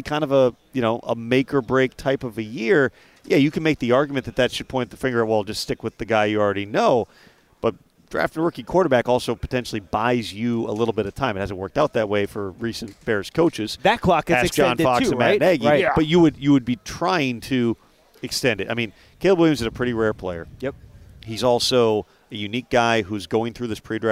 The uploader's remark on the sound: live from the NFL Combine